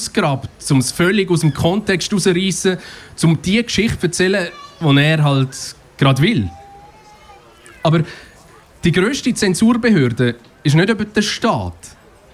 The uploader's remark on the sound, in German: Anlässlich des 35 Jahre Jubiläums von Kanal K. Live auf der Bühne.